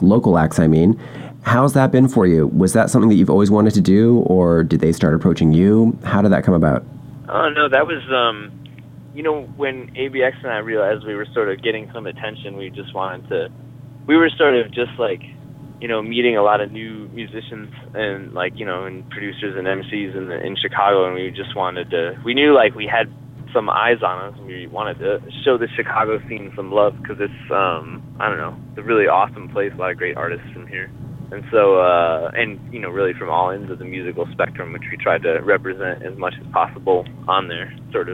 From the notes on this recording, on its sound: Thankfully he was a little more composed when we talked on the phone.